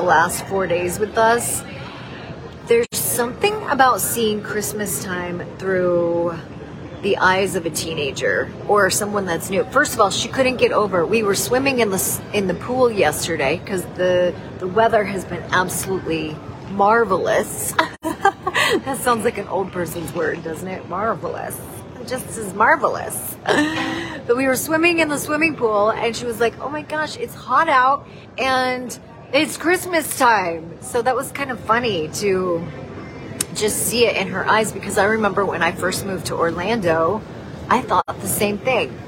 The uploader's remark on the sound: Broadcasting live from the Orlando Sanford International Airport in Florida with her dog, Tater. Previously Recorded.